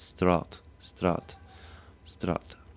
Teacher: the a sound tends to be a bit further back, so instead of strat, we got strut, strut, strut.